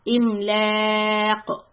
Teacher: And I'm stopping, so putting a sukoon on qaf and giving it the bounce, the qalqala.